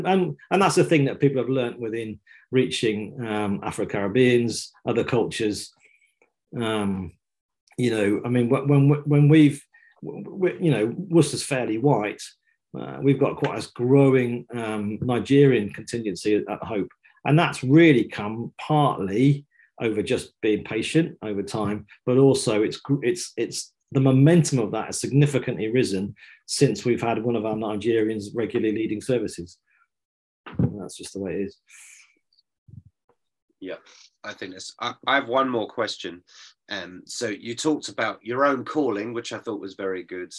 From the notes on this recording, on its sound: This week we're bringing you a live episode from a recent online training session.